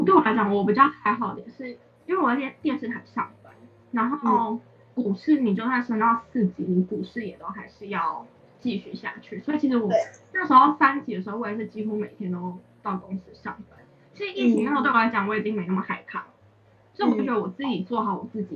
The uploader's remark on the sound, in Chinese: 此集為線上錄音